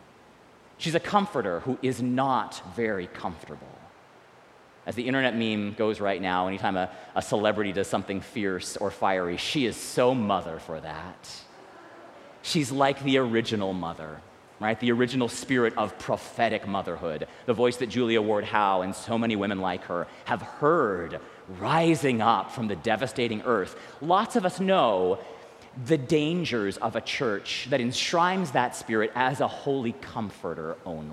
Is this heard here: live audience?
yes